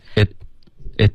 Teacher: 应该是结尾舌尖顶上颚而已，它可以非常放松的停顿